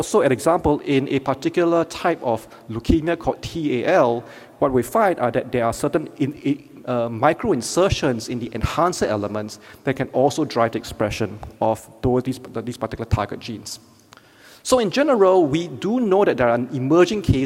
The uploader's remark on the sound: Keynote Lecture